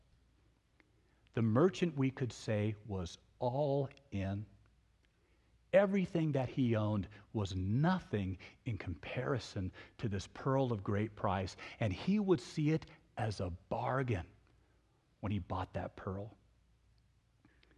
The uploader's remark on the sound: In Search Of is a podcast recording of the sermon and the Sunday morning worship service at Laguna Presbyterian Church.